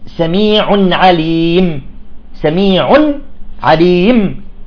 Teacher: فيجب أن نسوي بين التنوين نون التنوين والميم التي وقفنا عليها